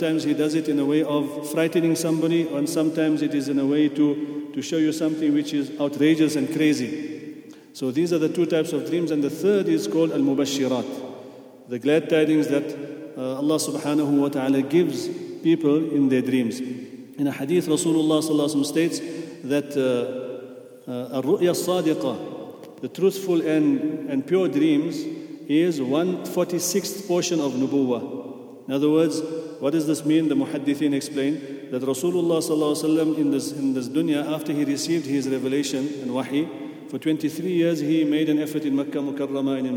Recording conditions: large echoing room